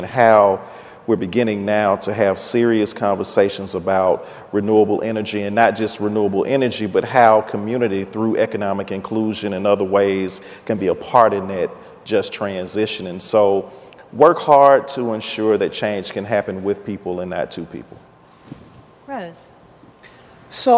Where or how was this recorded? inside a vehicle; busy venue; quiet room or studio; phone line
busy venue